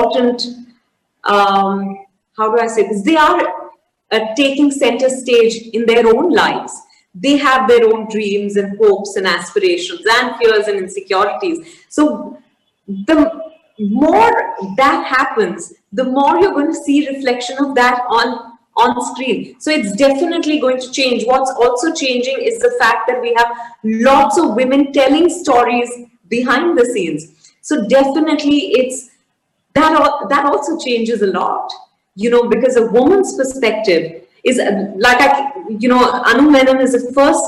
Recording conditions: video call